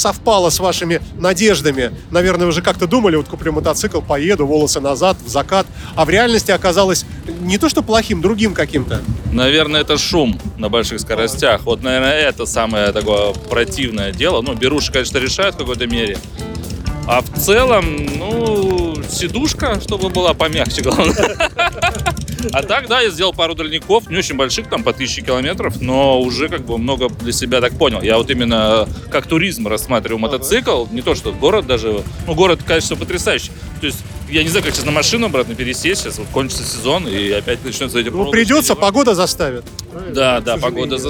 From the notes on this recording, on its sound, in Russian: Интервью с Крестовского острова. Записано 30 сентября на Крестовском острове на месте сбора мотоциклистов для торжественного проезда по городу.